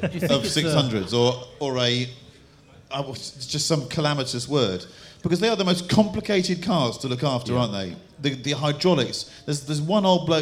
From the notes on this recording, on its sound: In front of a 200+ audience at Concours of Elegance